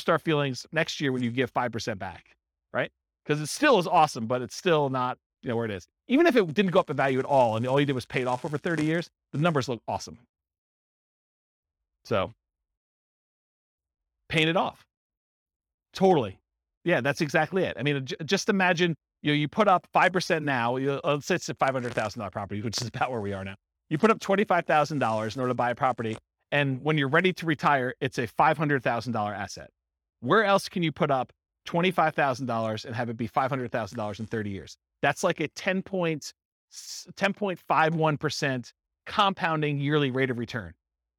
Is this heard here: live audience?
yes